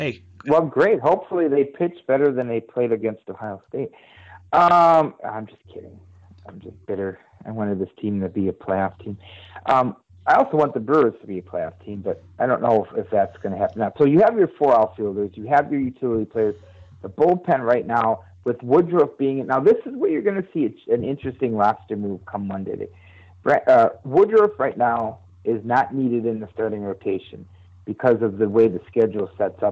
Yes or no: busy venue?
no